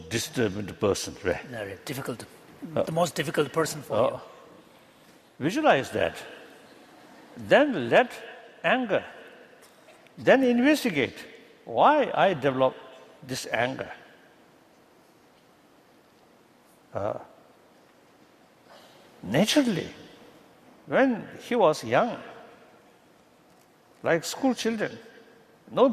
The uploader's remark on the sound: A lecture he gave at the University of San Diego as part of the Compassion Without Borders series in April, 2012.